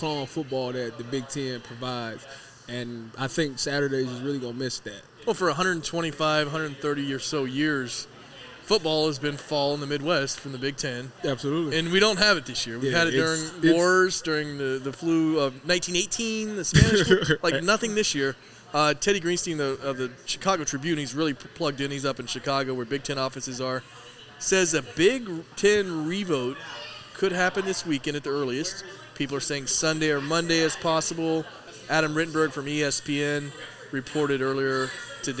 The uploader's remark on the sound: a live Friday night recording from the Lane and High location of Buffalo Wild Wings, the official sports bar of Eleven Warriors